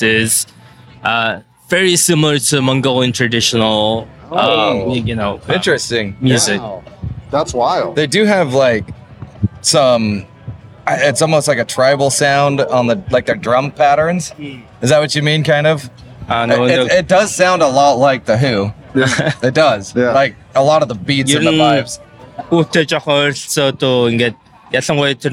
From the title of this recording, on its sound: Live at Aftershock